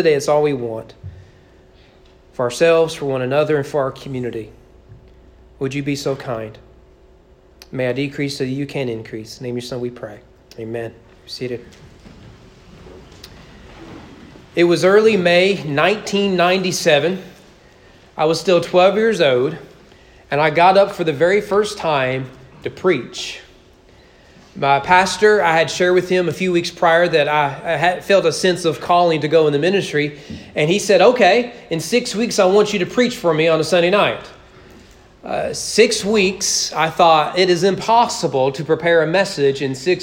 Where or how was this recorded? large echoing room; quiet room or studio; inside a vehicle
large echoing room